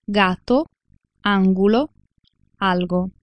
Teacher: si pronuncia come occlusivo ghe, come in italiano, dopo una pausa e dopo una consonante nasale o laterale